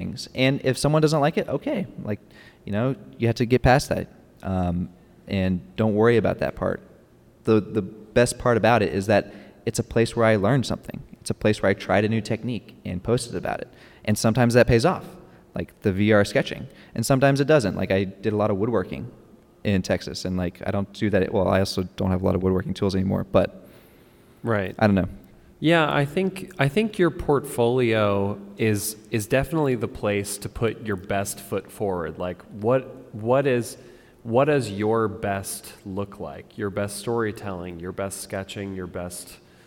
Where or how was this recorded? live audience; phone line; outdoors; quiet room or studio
live audience